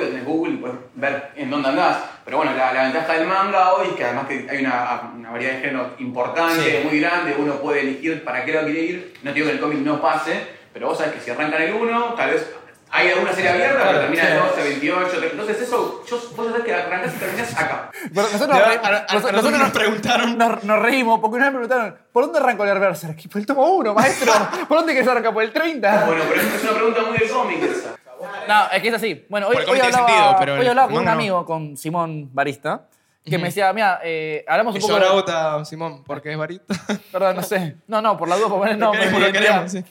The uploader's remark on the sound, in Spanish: ¡Volvemos a Shift Café! Junto a público invitado.